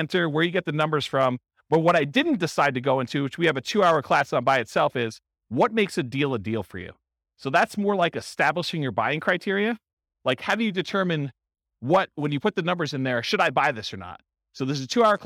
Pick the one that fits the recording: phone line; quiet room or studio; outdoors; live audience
live audience